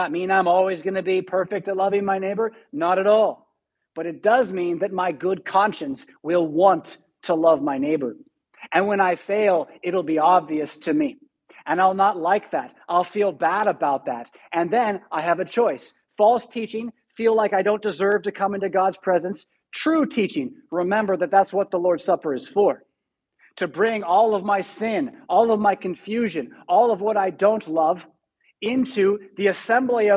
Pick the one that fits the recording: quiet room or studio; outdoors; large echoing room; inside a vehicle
large echoing room